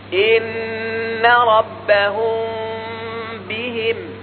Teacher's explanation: إن ربهم بهم، النون مشددة درسناها، ربهم بهم، هذا إخفاء، لكن إخفاء مش في النون وإنما في حرف الميم الساكنة، لأنها وقع بعدها باء، فالميم الساكنة إذا وقع بعدها باء حكم الإخفاء وبغن أيضا · Term: إخفاء شفويا